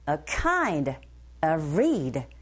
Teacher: 즉, 말할 때 강세를 주는 부분이 아닌지라 kind of read, 이렇게 강세 가는 부분에 힘을 주게 되면 억양 자체가 a kind of read, 이렇게 올라가면서 억양을 느끼면서 발음할 수 있겠죠